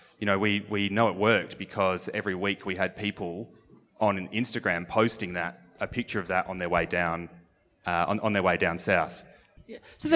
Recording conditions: busy venue